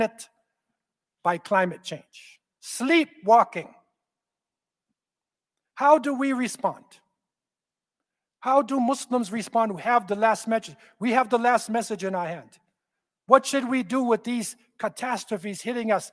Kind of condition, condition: setting, large echoing room